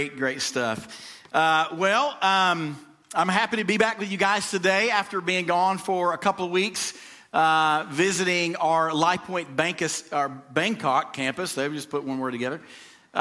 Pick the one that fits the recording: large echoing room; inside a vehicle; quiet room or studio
large echoing room